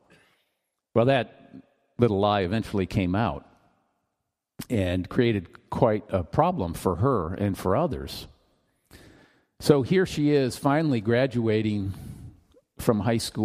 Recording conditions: live audience